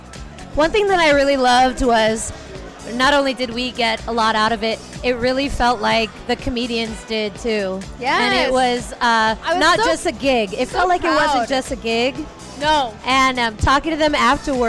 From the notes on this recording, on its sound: LIVE Podcast from the Punch Line San Francisco.